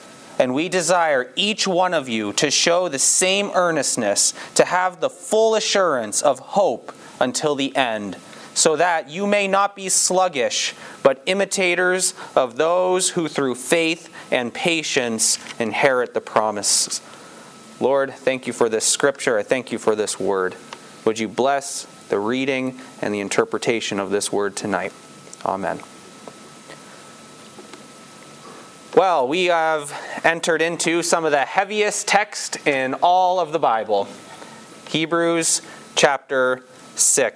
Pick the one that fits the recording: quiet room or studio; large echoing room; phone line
large echoing room